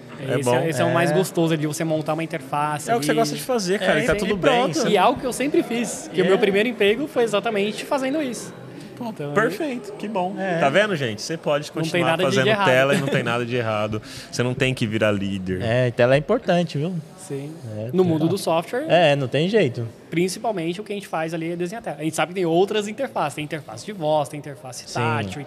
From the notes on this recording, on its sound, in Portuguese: gravamos um especial diretamente do DEX - Desconferência de Design da Mergo.